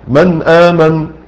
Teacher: اما قوله رحمه الله بلا فصل، فخرج به الإظهار، الإظهار في فصل، في فصل، وإن كان فصلا يسيرا، من آمن فصلت بين المخرجين، قلت النون وبعد كده رحت قلت الهمزة